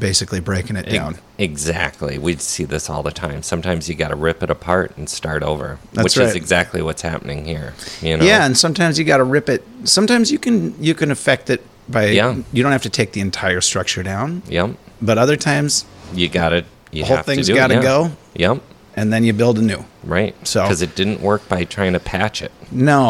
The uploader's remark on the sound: We give into the general madness and silliness that ensues when you put five rather interesting people together on stage. Raw and unapologetic, this is a breath glimpse into our world pre-COVID, taped at one of our very favorite bars - the 331 Club in Northeast Minneapolis.